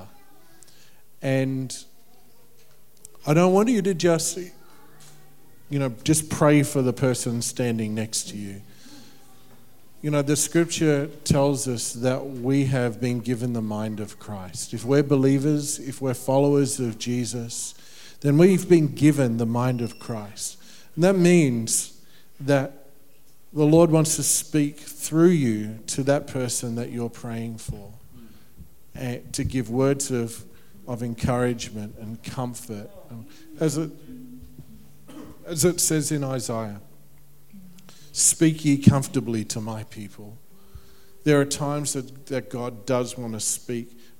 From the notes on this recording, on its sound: The full audio recording of Vision Sunday held on Saturday 2nd Feb 2020. This largely untouched recording contains every key point from Vision Sunday.